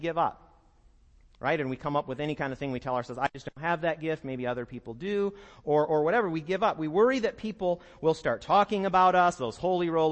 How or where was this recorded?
large echoing room